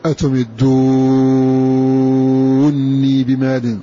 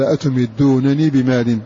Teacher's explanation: فإذا في قراءة حمزة في أتمدوني بمال كما قلنا أضغم النون الأولى في الثانية ثم مدها مدا مشبعا · Shown in: first take · Term: إضغام